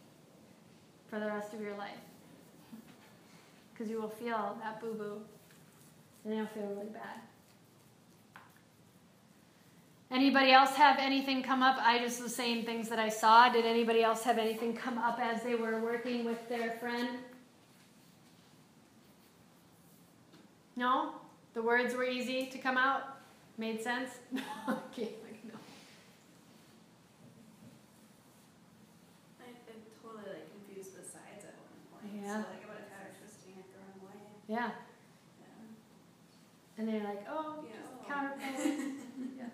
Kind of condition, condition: setting, live audience